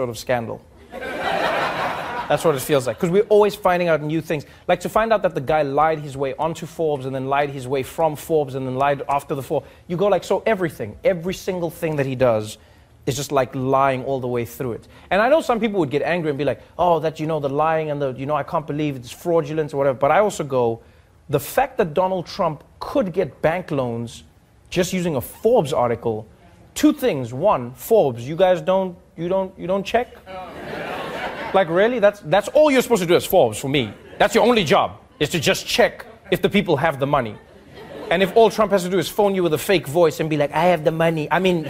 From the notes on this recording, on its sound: interact with the audience when The Daily Show cuts to commercial